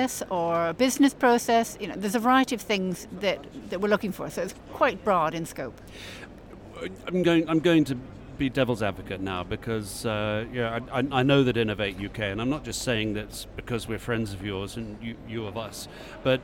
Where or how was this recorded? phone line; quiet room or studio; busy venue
busy venue